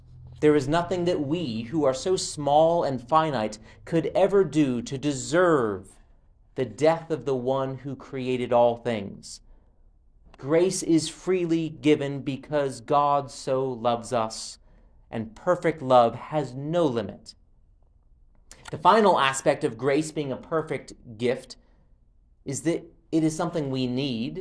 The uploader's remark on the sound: Preached at All Saints Episcopal Mission in Linville, North Carolina.